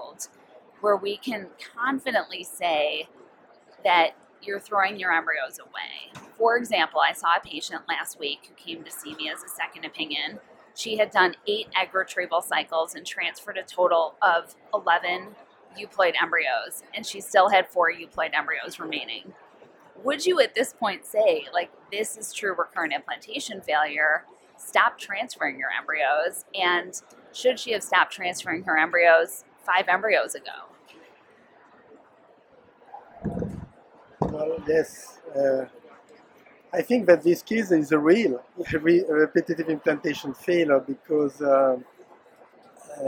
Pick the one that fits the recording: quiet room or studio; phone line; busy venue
busy venue